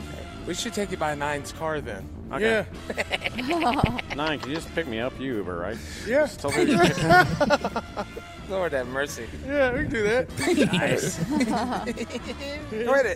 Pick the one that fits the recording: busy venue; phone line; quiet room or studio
busy venue